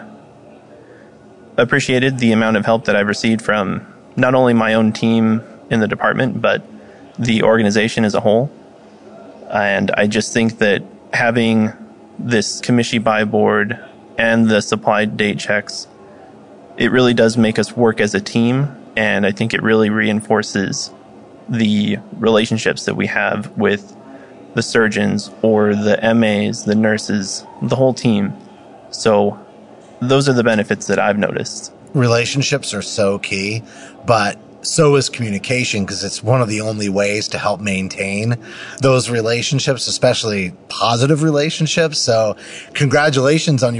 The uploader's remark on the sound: live at AHRMM23 in Orlando